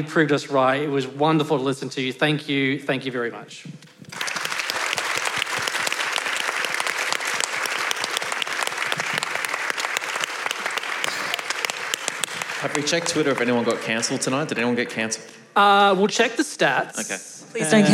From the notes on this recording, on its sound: A special episode from The Parley Debate Event in 2023. Live episode of The Parley Debate Event, recorded in March 2023 - with an ensemble of debaters including academics, artists, comedians, and everyday people.